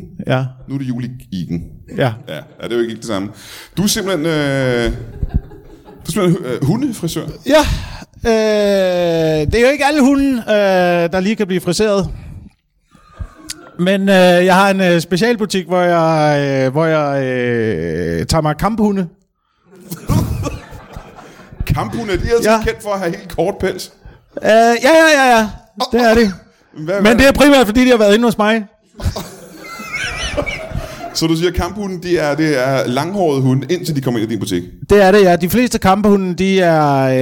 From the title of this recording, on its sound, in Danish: LIVE fra Kjellerup